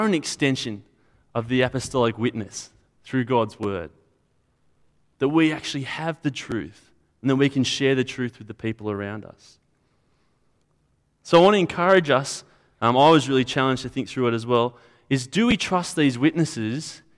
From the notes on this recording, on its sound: At a Church in the Graveyard service